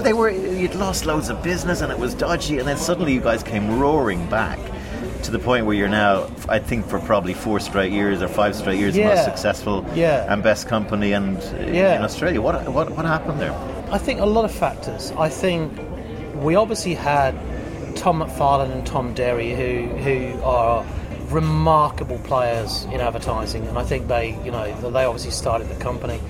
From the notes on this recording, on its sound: Recorded: A noisy bar in Sydney